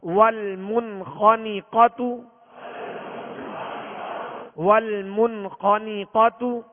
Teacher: خا کو پر پڑھیں گے، خا پر زبر ہے، آواز اور منہ کھول کر ادا کریں گے مگر بغیر کھینچے، نون کے نیچے زیر ہے، بغیر کھینچے معروف طریقے سے